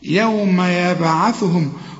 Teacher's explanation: وقلقل الباء لأن الباء عليها سكون، كل به عليها سكون لازم تقلقلها، يوم يبعثهم الله جميعا